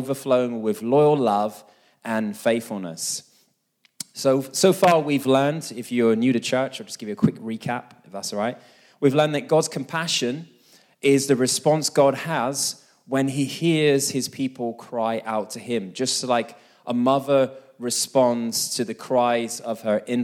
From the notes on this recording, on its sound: This message was recorded live at our Malmö Gathering on Sunday, May 21st, 2023.